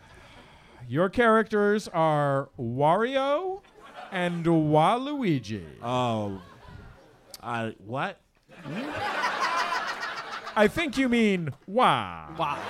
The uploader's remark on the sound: Live from SF Sketchfest 2020 at the Punch Line comedy club in San Francisco